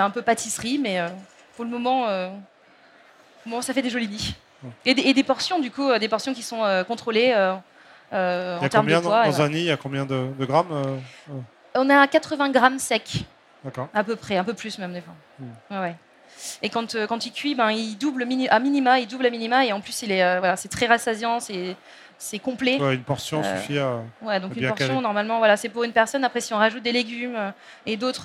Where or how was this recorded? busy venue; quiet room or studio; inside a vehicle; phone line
busy venue